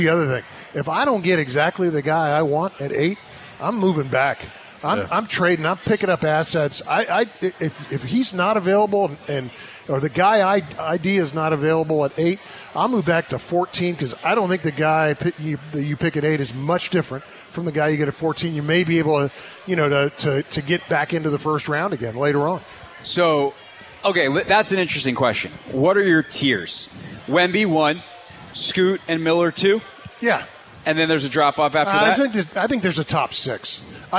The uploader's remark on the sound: live from Capital One Arena